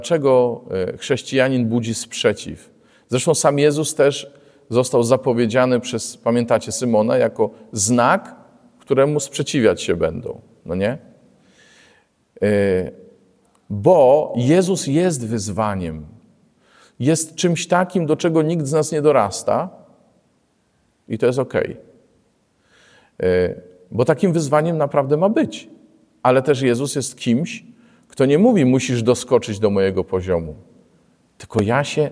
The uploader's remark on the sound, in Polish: Liturgii Słowa nagranej w Błotnicy w drugi dzień Świąt Bożego Narodzenia